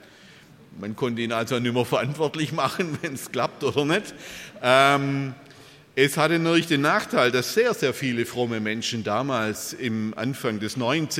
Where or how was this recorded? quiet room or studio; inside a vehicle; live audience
live audience